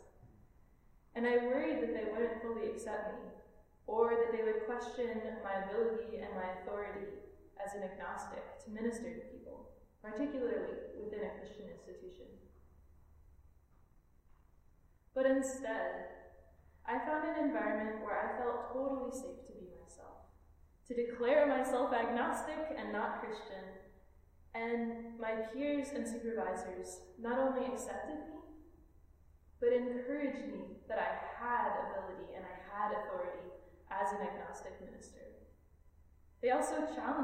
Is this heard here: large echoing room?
yes